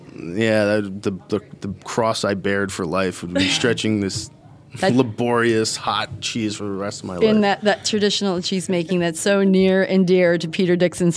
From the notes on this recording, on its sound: caught up with him at the Cheesemakers’ Resource Conference in Lancaster County